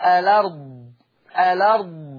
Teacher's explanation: الارض طب لما يعمل نقل هشيل الهمزه واحط الحركه بتاعتها على اللام فتبقى لام مفتوحه. الارض. · Term: النقل